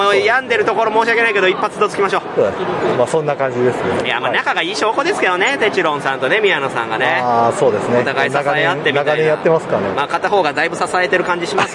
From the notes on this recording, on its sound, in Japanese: ゲームマーケット2022秋！会場インタビュースペシャル。録ってきました会場インタビュー50音源！！会場収録のため、騒音雑音が激しく入っております。